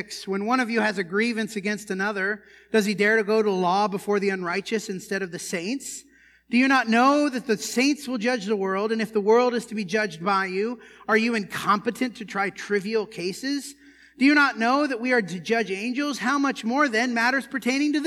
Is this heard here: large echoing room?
yes